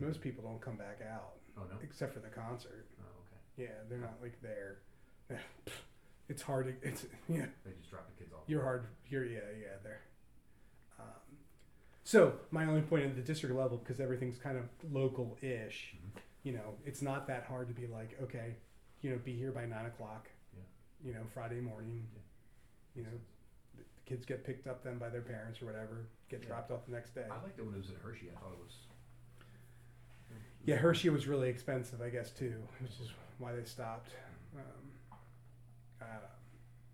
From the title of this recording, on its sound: hard to hear sorry